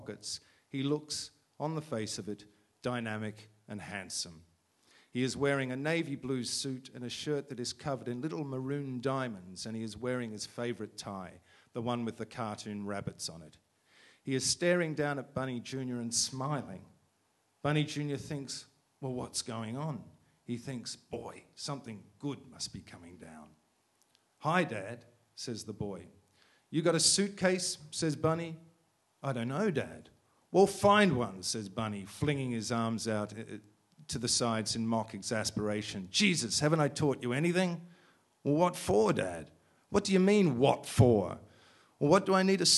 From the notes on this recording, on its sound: a rapt audience at iTunes Live: London Festival '09